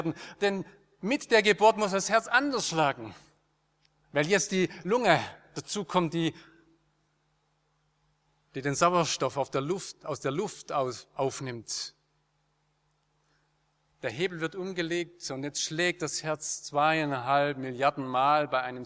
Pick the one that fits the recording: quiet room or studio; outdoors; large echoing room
large echoing room